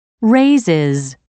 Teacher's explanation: raises ends with a new syllable, pronounced is.